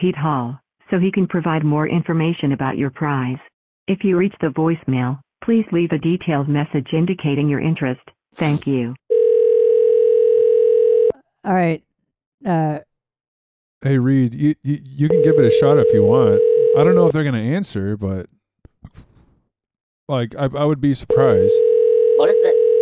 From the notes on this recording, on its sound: We call a record shop and the Church of Scientology in New Zealand to shoot the breeze after talking to a skeptical Publisher's Clearing House scammer.